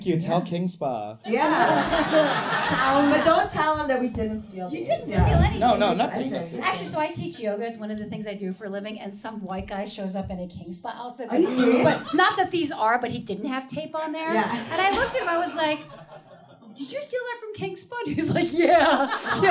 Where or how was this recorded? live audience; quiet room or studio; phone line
live audience